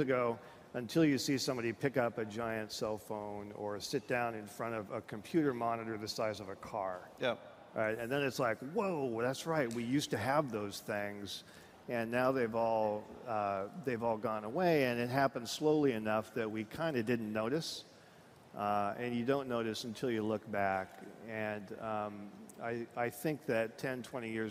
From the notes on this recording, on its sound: on stage at Disrupt in San Francisco